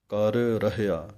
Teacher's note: ਜੋ ਕਿਛ ਕਰਨਾ, ਅਣਾਣੀ ਦੇ ਨਾਲ ਹੈ ਕਰਨਾ, ਸੱਸੇ ਔਂਕੜ ਹੈ, ਸੋ ਜਿਹੜੀ ਉਪਰਲੀ ਪੰਕਤੀ ਹੈ ਤੋਂ ਪਹਿਲਾਂ ਉਹਦੇ ਵਿੱਚ ਸੱਸੇ ਹੋੜਾ ਹੈ, ਉਹ ਪਾਠ ਹੈ, ਸੋ ਇੱਥੇ ਹੈ ਔਂਕੜ, ਪਾਠ ਬਣੇਗਾ ਸੋ ਕਰ ਰਹਿਆ, ਕਰ ਰਹਿਆ ਨਹੀਂ ਕਹਿ ਦੇਣਾ, ਕਰ ਰਹਿਆ, ਦੋਵੇਂ ਰਾਰੇ ਵੱਖਰੇ ਵੱਖਰੇ ਬੋਲਣੇ ਹਨ